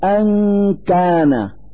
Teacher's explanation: نلفظ النون الساكنة من كلمة أن من مخرج الكاف من كلمة كان، فنقول أن كان مع إظهار الغنة التي تدل على وجود نون ساكنة.